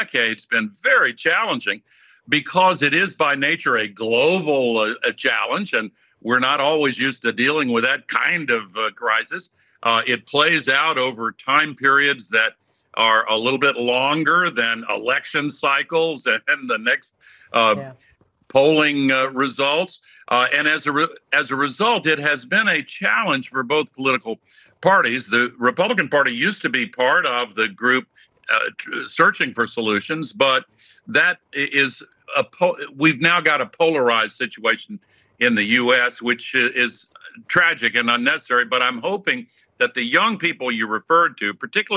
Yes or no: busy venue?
no